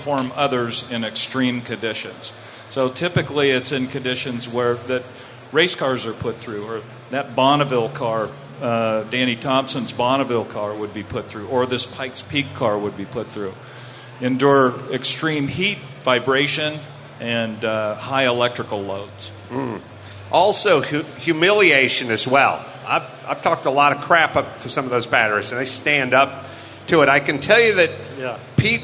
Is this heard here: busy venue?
yes